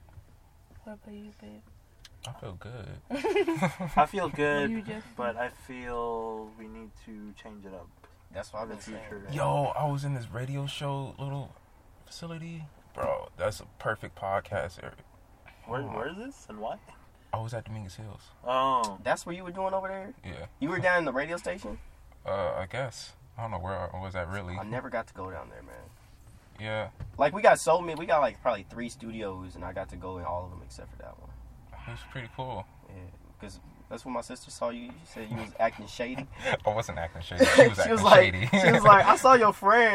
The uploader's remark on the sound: joins the boys in the car